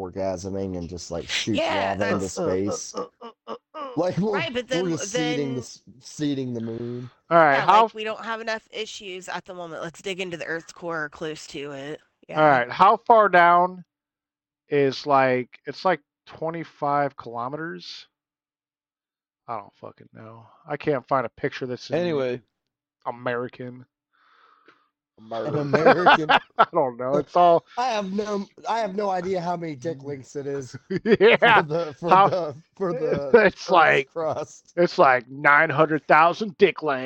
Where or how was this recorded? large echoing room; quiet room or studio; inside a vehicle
inside a vehicle